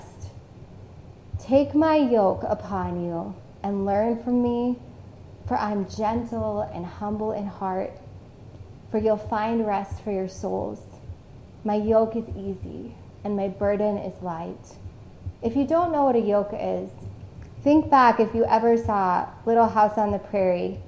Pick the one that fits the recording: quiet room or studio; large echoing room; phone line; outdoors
large echoing room